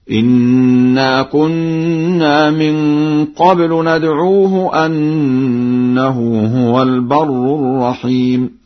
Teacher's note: قرأ ورش بفتح همزة أنه